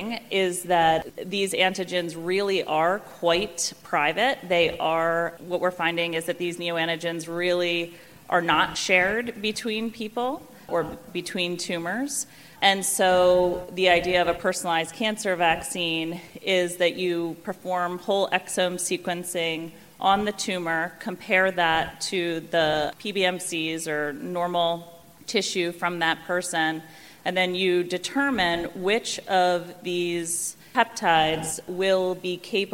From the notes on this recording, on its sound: this panel discussion recorded at the 8th annual Partnership Opportunities in Drug Delivery (PODD) conference